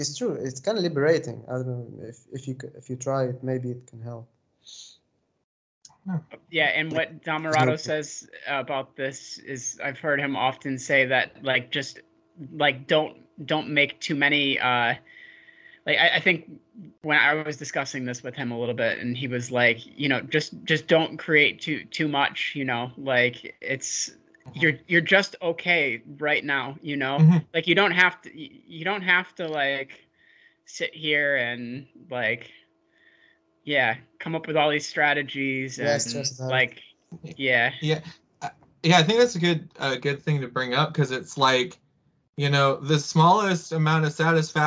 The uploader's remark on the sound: skype calls